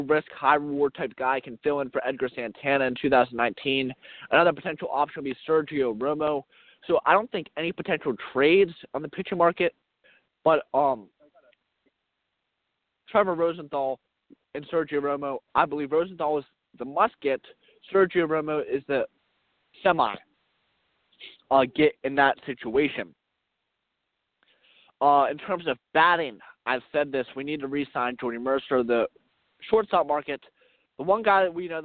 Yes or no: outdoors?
yes